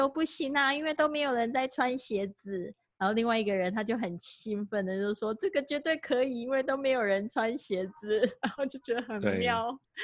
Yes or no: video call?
yes